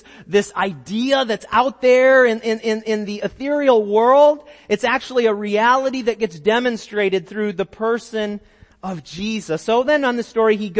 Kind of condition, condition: setting, large echoing room